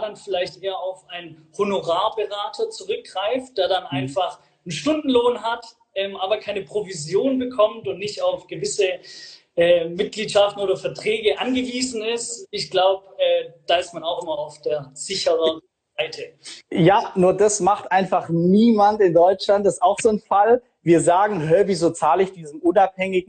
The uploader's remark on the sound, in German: Er hat das Live-Event für und mit vielen Freunden und Bekannten organisiert.